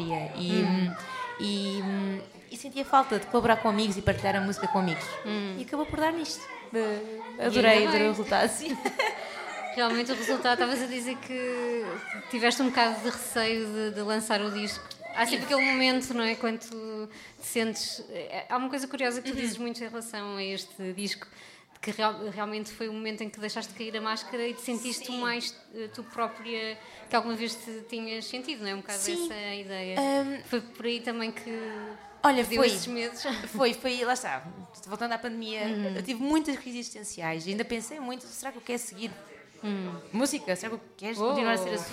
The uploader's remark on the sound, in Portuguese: para quem assistiu a tudo ao vivo